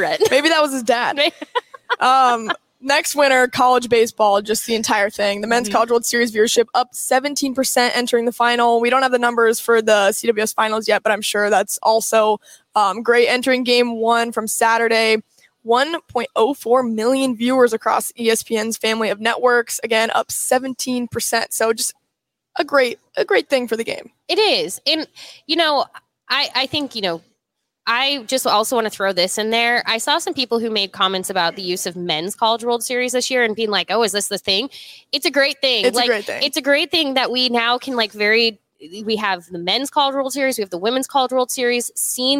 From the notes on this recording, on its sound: They're live from Hail Varsity Club.